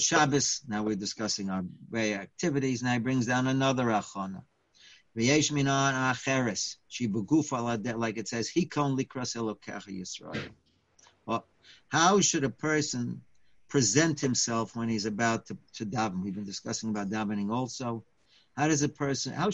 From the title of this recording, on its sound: Live On Zoom